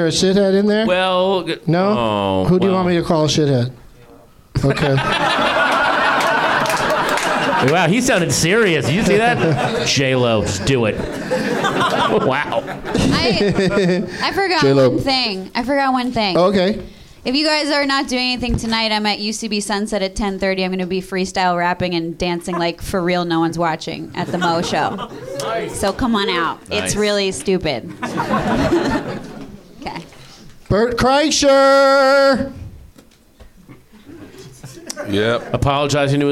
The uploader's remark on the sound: Live from the NerdMelt Showroom in Los Angeles